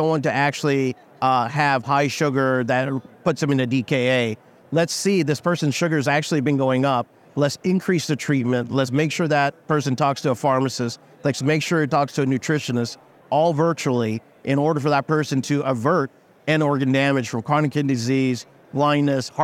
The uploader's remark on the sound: Heard LIVE from the floor of Becker’s